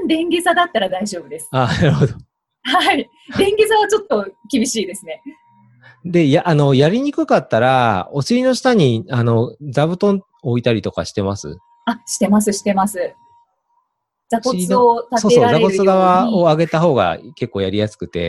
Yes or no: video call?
yes